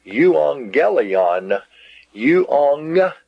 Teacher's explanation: then that first gamma is sounded like an N.